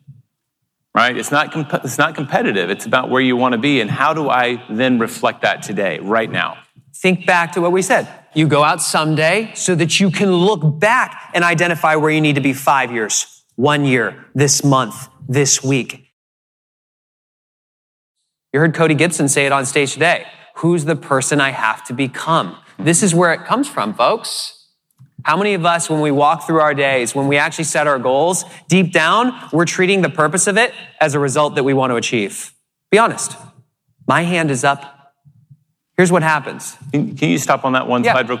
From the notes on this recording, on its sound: keynote presentation at the Keller Williams Family Reunion Convention 2019